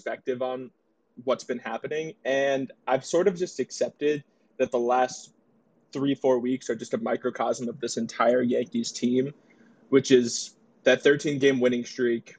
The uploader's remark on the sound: we record our 'NYY Takes' room on the Clubhouse App